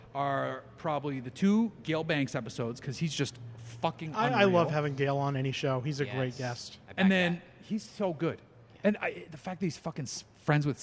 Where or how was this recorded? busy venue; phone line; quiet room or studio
busy venue